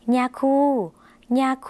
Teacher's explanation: ย่อยุ่งในภาษาลาวออกเสียงขึ้นจมูกนะคะ